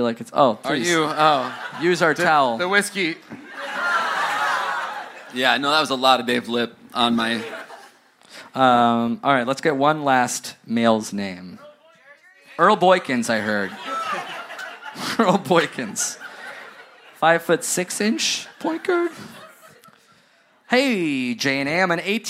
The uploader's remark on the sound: Live in Brooklyn! Recorded at "The Hall at MP" in Williamsburg, BK!